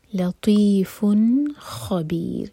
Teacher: لطیف، یہاں پر ہے اظہار. نون کے ساؤنڈ کو کلیئر پڑھیں گے اور اس کو ہولڈ نہیں کریں گے. لطیف خبیر، خا ہیوی، را ساکن لائٹ، خبیر بھی چار حرکہ لمبا، مد عارض للسکون ہے.